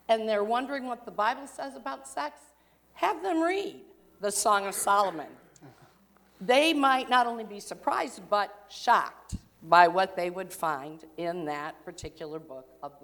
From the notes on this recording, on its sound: during the 9:00 AM service on Sunday October 13, 2019, at First Presbyterian Church of Arlington Heights, Illinois.